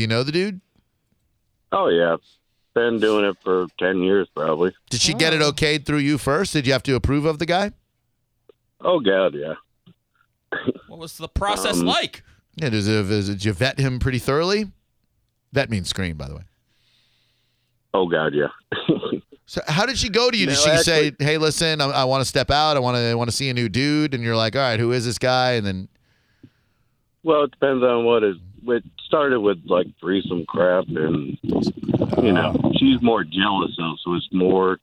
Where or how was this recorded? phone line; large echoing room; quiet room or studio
phone line